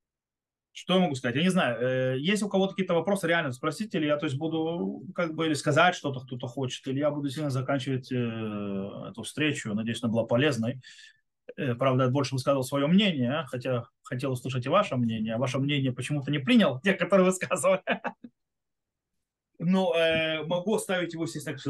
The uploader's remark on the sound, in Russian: Запись зум-встречи. Запись немного сумбурная, так как больше должны быть беседа, а не урок.